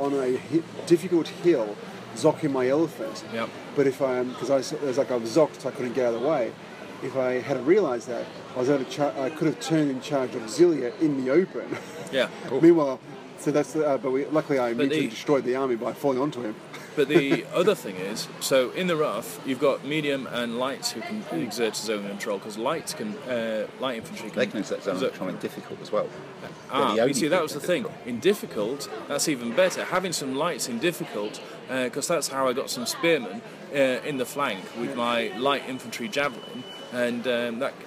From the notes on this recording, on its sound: Live from the (tapas bar) table-top in Spain.